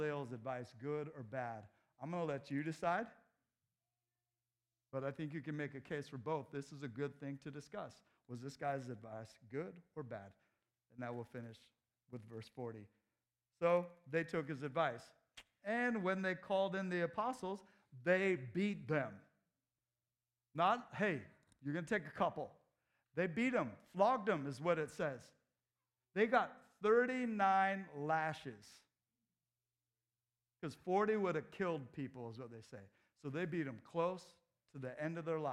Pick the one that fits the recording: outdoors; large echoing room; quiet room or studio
large echoing room